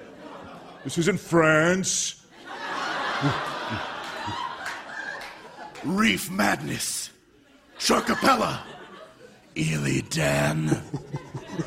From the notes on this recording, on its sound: Recorded Live 6/14/2014 at Largo, Los Angeles.